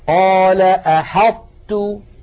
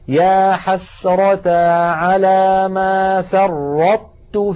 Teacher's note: نطبق المخرج على طاء من غير قلقلة ثم نفتح على تاء · Term: إدغاما ناقصا